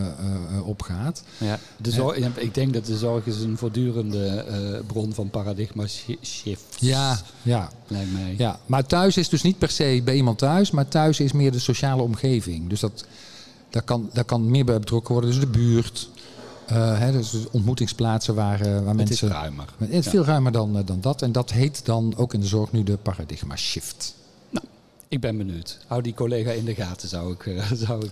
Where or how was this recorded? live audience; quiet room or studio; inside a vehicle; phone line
live audience